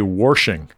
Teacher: So there's a lot of extra R's in my ancestral speech.